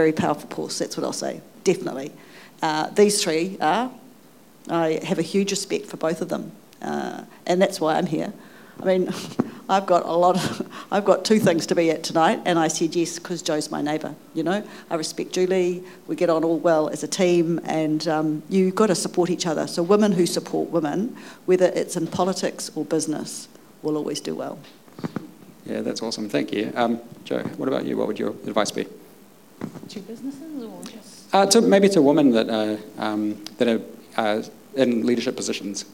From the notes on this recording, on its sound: A live panel discussion at the Factory Theatre on Monday 3rd April 2023. The Onehunga Business Association invited local leaders in business to a live panel discussion at the Factory Theatre.